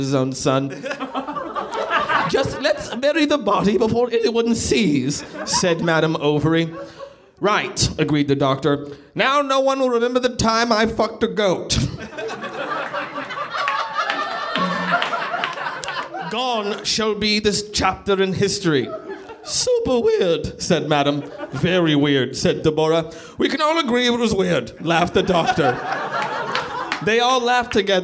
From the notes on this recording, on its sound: Recorded live at NerdMelt Showroom in LA on 11.22.13.